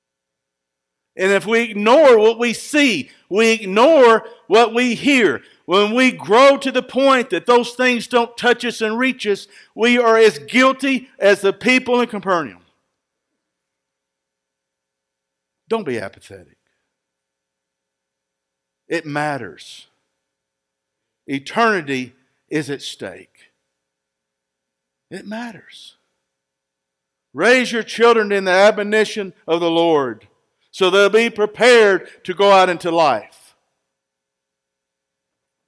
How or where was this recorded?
large echoing room